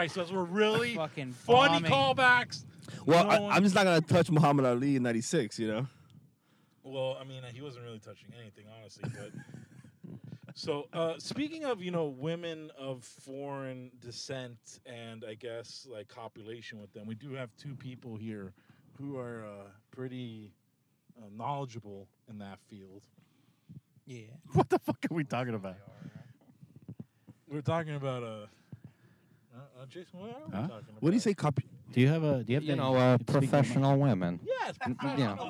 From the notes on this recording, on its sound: we are in the car